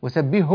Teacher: بعد إنهاء الحاء تماما نأتي بالهاء